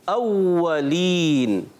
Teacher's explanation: تو ہونٹوں کو ہم نے گول کر کے زور دینا ہے، پھر واو کی ادائیگی تشدید کو رک کر ادا کرنا ہے